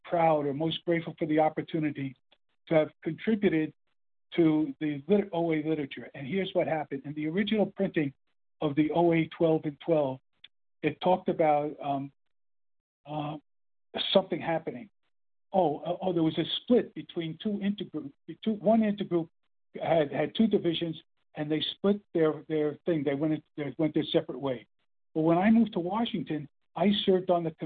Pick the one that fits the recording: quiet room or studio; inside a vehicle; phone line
phone line